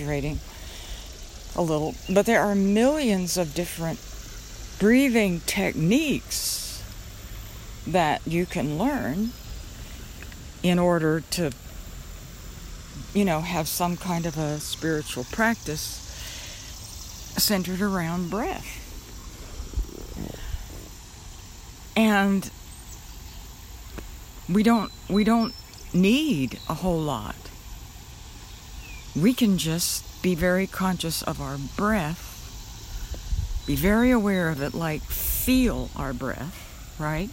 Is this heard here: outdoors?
yes